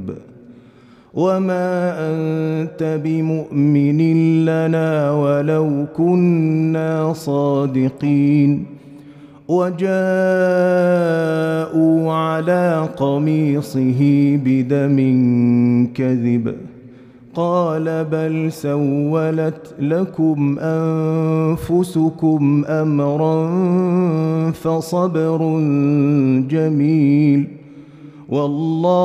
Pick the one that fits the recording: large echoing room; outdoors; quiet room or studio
large echoing room